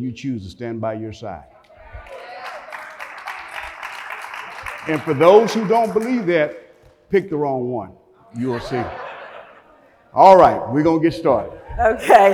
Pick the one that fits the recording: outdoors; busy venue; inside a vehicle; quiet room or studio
busy venue